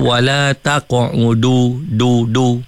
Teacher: Kalau bunyi du tu maksudnya dekat langit-langit.